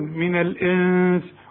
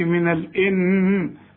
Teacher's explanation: الإنس برضو في نون بعد السين، السين من حروف الإخفاء لازم تغن، من الإنس، وما تستعملش لسانك في النون دي · Shown in: first take · ما تقولش من الإن، لا من الإنس.